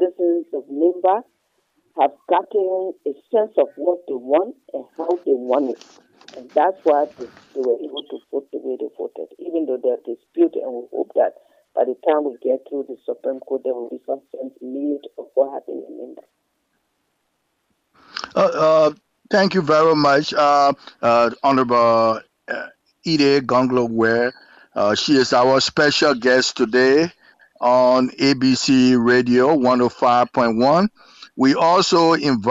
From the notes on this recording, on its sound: ABC Radio FM 105.1 on Snapper Hill, Monrovia, Liberia. Phone interview.